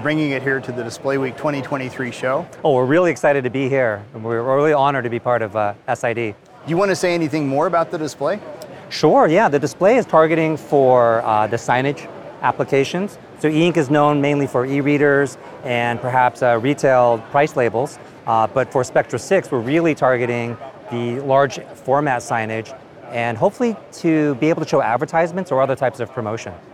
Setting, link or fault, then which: setting, busy venue